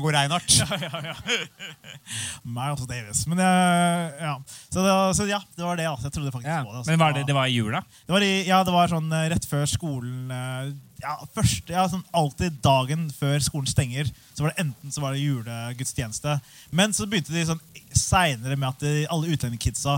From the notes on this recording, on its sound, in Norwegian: Skrivemøte live i oslo spektrum. I dagens episode er en spesial episode fra siste liveshow vi hadde i november.